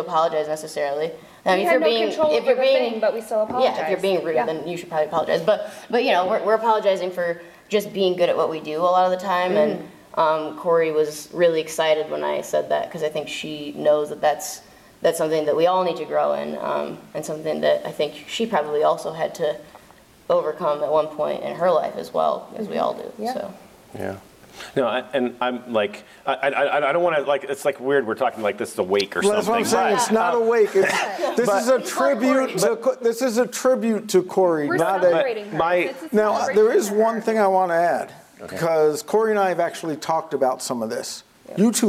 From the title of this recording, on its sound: Live From InfoComm 2022